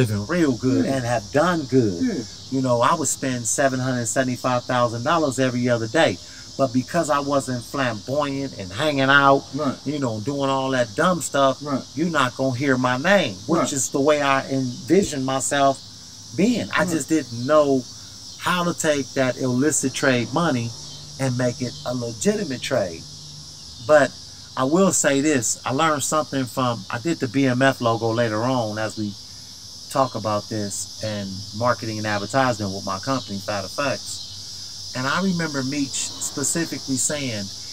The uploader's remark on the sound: Hang Out in the Urban Born Garden